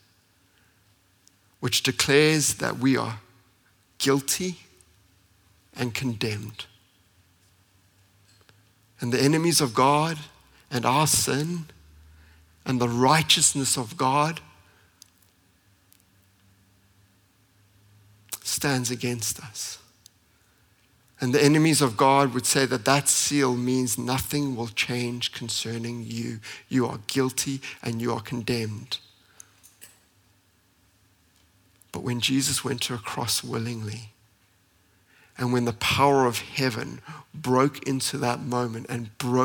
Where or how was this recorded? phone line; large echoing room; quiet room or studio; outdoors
large echoing room